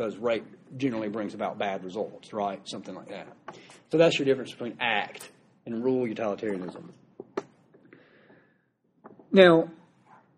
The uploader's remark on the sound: recorded live during a class lecture